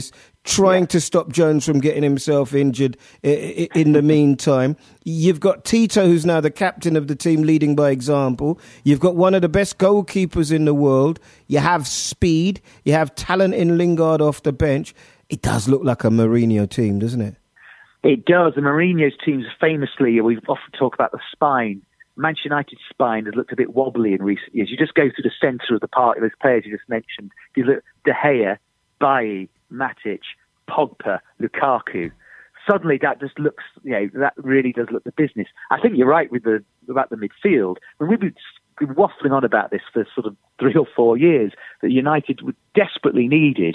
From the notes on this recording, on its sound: on the phone